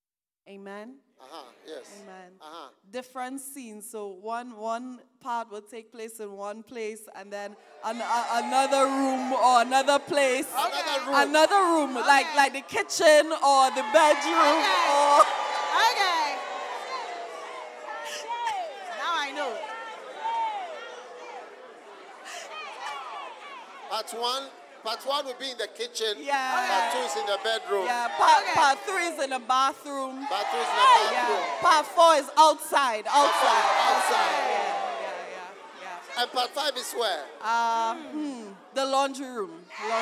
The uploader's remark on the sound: Preached at the Use It or Lose It Camp, USA.